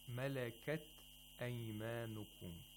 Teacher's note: it has to be a soft ta without aspiration